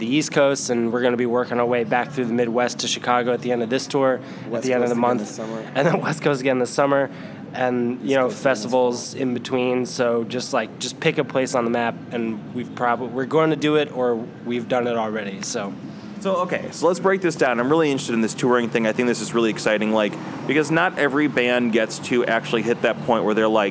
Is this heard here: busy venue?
yes